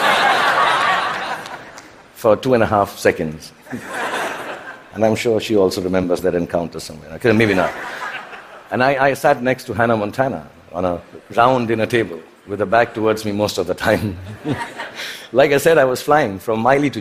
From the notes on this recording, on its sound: TED Talk at the Vancouver TED Conference in 2017.